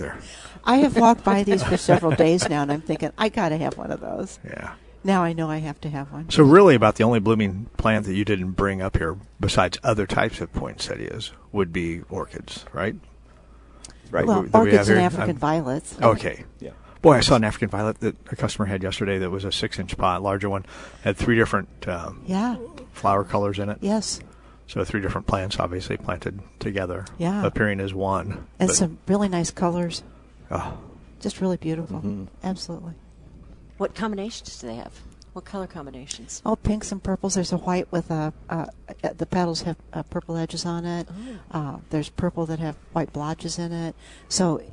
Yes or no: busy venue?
yes